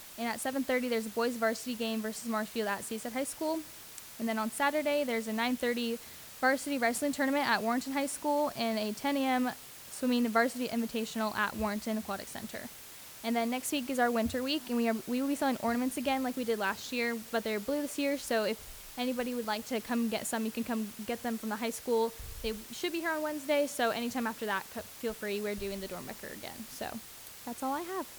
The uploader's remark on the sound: Live recording of Seaside City Council meeting